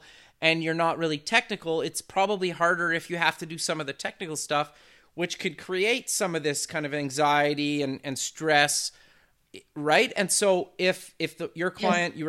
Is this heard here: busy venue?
no